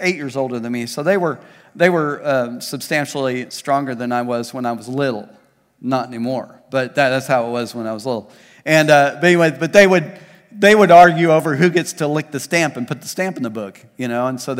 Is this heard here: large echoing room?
yes